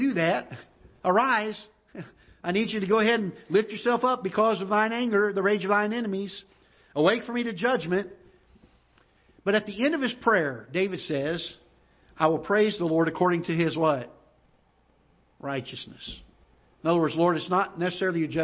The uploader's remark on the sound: Ketha Heights Baptist Church ~ Live Broadcast.